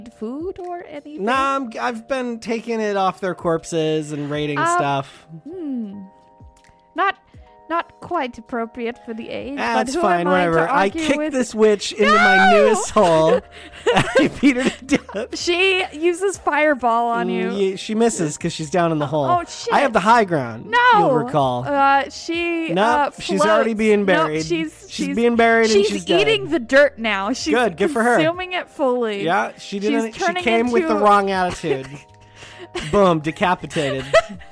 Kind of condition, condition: setting, inside a vehicle